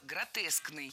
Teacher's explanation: предпочтительным вариантом будет слово «гротескный» с однозначным ударением на втором слоге